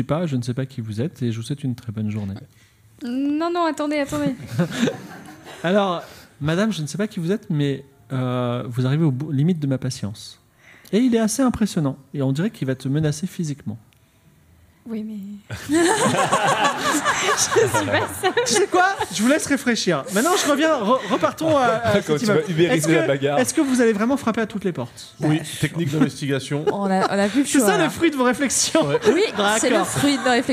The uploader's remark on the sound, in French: Enregistré en public à la BPI à Paris le 26/06/2023 diffusé en direct sur Twitch et retransmis ici en podcast.